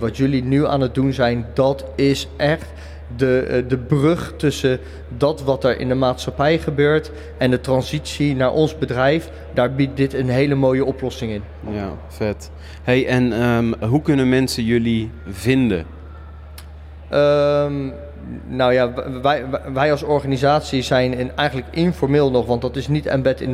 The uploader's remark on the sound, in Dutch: Live op de Invictus Games op de podbank.